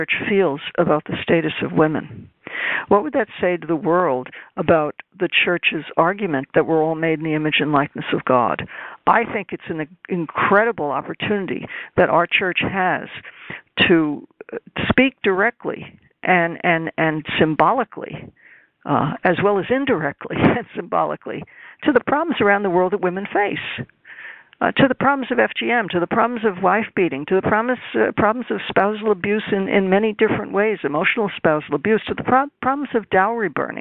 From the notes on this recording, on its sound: This teleconference